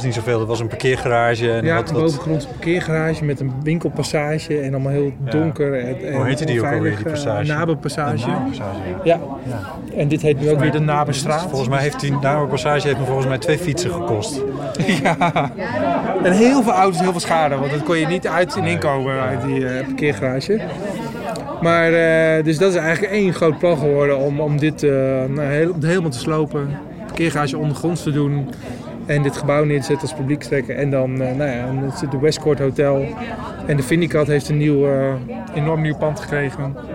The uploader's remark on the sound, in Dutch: De Eeuw is een trouwe gast op het Podcastfestival, al vanaf het prille begin. Naar Groningen, om daar een wandelaflevering te maken.